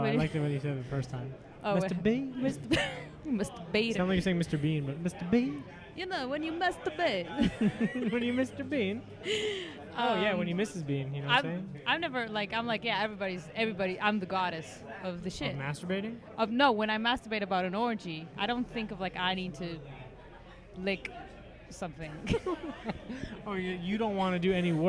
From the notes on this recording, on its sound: This episode was recorded at The World Famous Comedy Store. It was a rainy night on the Patiocast.